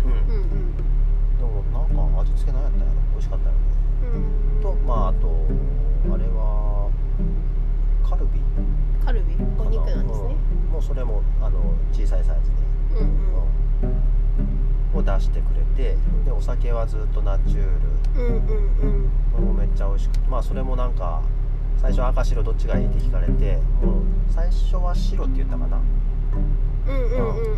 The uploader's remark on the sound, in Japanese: 初野外！俺たちの有明海後編。30度超え太陽の下の暑さに耐えられず、近くに停めていた車に移動して後編。